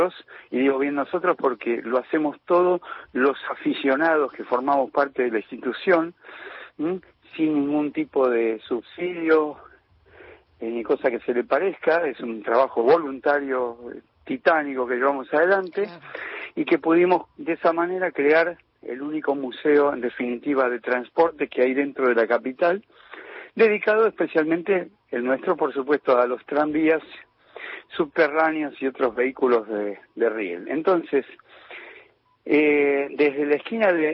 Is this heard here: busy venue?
no